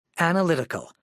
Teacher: 5 syllables, main stress on the third syllable.